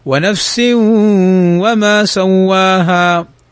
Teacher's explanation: تنوين أتى بعده الواو، والواو من حروف الإدغام بغنة